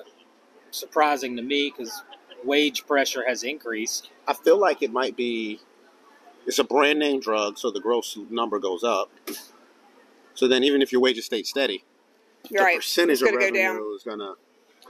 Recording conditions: busy venue